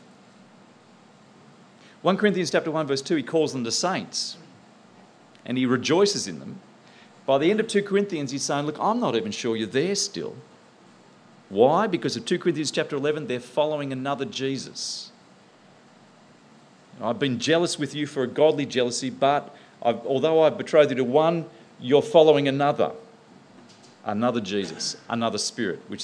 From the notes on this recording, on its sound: presented at the 2010 National In The Chute conference in Canberra